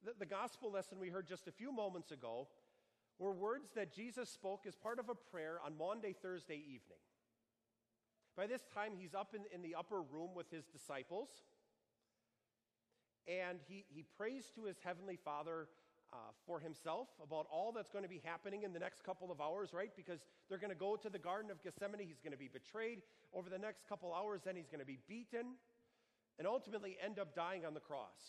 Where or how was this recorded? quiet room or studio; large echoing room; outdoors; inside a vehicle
large echoing room